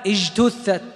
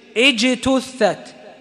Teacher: احرص على إظهار صفتي الشدة والجهر الموجودتين في الباء والجيم · Shown in: second take · ركز على هذه، على هاتين الصفتين، حتى لا تشتبه الباء بالفاء ولا الجيم بالشين إذا تلاقيت في نطقهما.